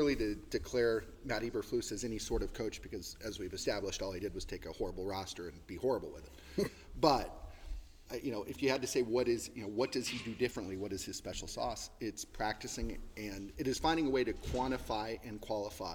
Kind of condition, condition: setting, busy venue